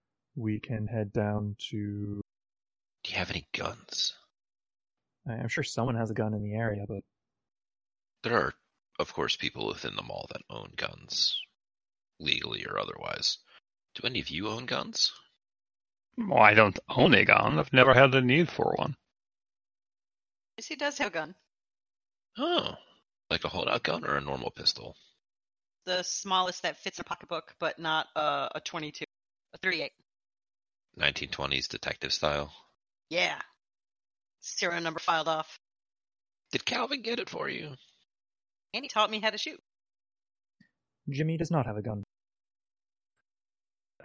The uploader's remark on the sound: Audio quality isn't the best - Bots have bottom priority for Discord bandwidth and we've done what we can for the issues we were seeing.